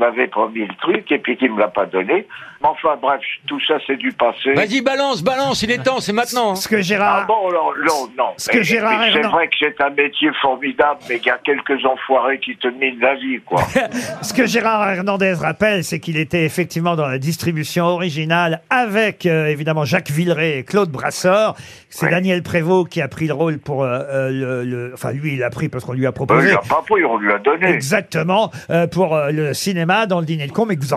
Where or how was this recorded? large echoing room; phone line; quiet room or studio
phone line